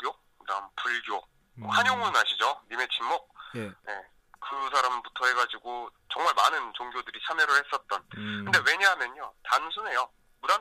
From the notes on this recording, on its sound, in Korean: 1부에서 실패했던 전화연결에 성공합니다. 전화 강의가 있습니다.